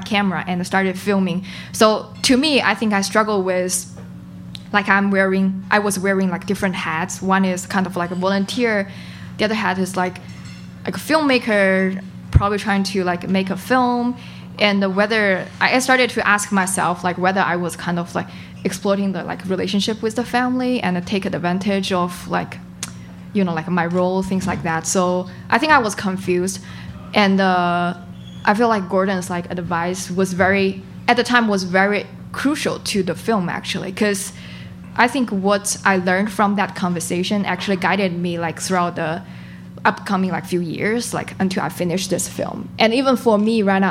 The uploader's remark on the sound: Recorded live at a very special event held in Chicago, at the UNCOMMON GROUND restaurant, that brings filmmakers together called THE DOC TALK SHOW.